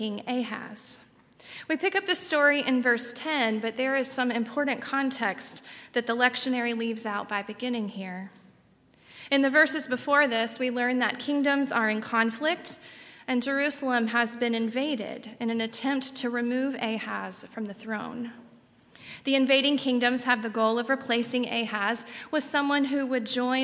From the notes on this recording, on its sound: on Sunday, December 22, 2019, at Highland Baptist Church